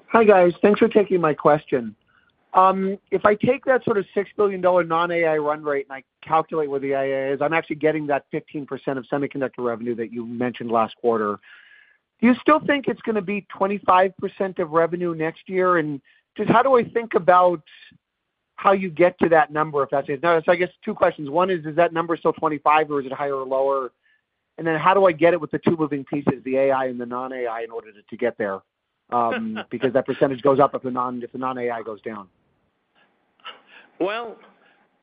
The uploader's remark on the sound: Q3 2023 Earnings Conference Call of Broadcom.